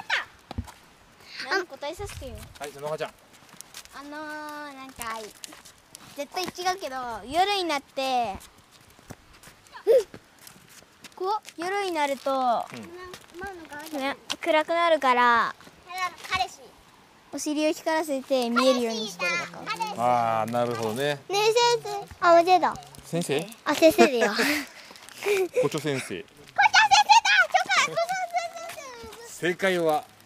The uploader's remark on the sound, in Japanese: 外録回》。今回もお外で録音です＊＊＊ 車の音やカエルの鳴き声、小川のせせらぎ、通りすがりファミリーのお声まで！